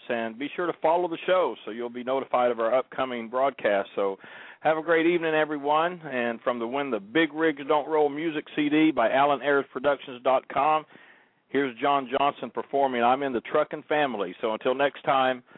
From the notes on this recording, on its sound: 2012 Convention - "LIVE" from Harrah's. Via landline as she reports "live" from Harrah's Kansas City as she tours the resort, giving us an inside look into the upcoming 2nd Annual Truck Driver Social Media Convention.